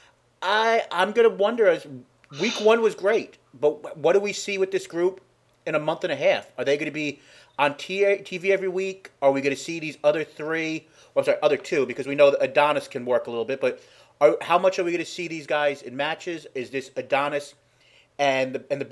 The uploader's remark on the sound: Pardon the audio issues.